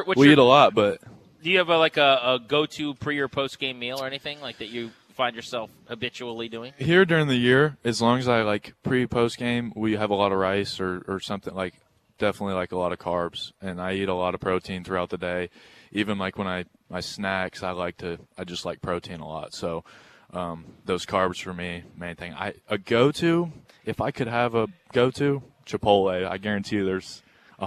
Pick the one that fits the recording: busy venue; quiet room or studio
busy venue